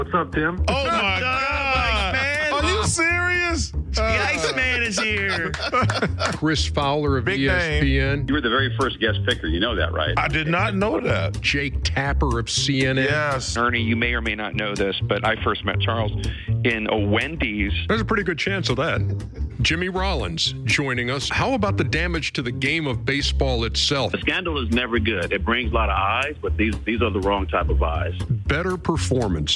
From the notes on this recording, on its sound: LIVE from NBA All-Star Weekend in Chicago. LIVE from Chicago's House of Blues, The Steam Room takes the show on the road for NBA All-Star Weekend!